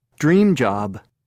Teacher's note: Listen and practice. Notice how in these compound nouns, the adjective is stressed rather than the noun.